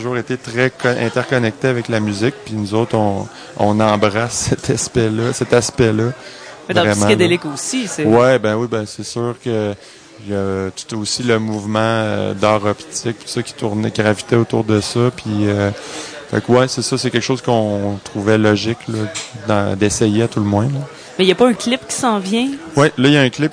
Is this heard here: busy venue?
yes